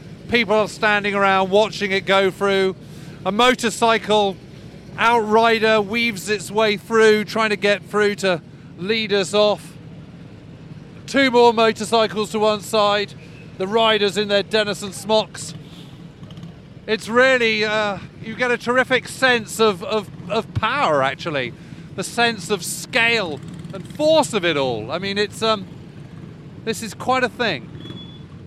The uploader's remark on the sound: rides in a Sherman tank up the same road outside Nijmegen and towards the Groesbeek Heights